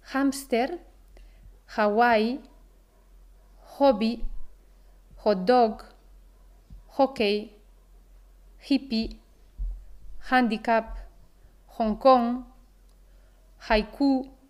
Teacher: En algunas palabras extranjeras, se aspira la H y el sonido es muy próximo a una J · Term: H tan aspirada